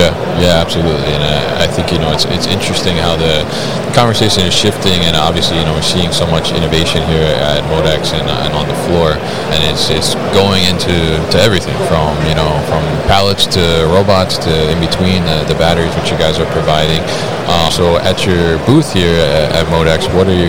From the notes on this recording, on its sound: UgoWork at MODEX 2022